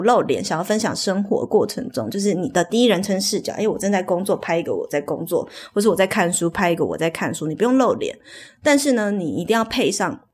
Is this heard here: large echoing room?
no